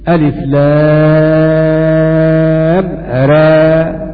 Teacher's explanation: وأما ورش فإنه يقرأ بالتقليل ألف لام را، وهذا معنى قوله وإضجاع را كل الفواتح ذكره حما غير حفص طاويا صحبة الولا.